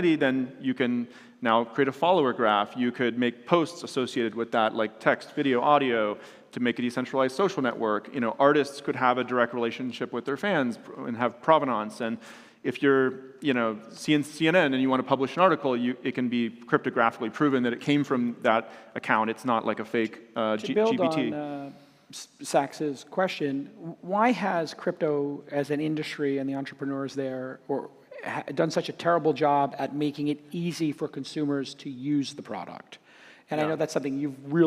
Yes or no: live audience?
yes